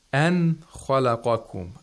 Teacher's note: The nun is pronounced clearly, completely. · Term: Manifestation